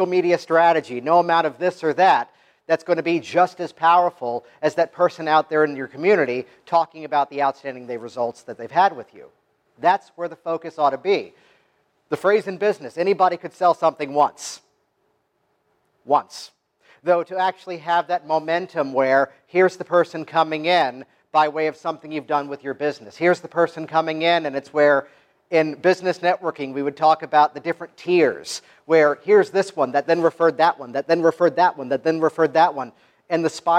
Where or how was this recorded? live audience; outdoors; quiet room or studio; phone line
live audience